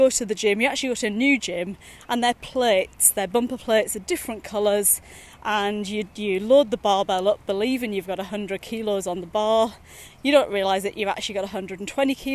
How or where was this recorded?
outdoors